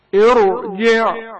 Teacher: ساکن حرف را کو تفخیم یا موٹی آواز میں پڑھا جائے گا